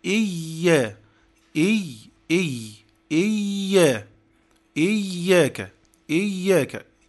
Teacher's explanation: الياء الغير مادية المتحركة هذه تخرج من وسط اللسان · Term: الياء غير المادية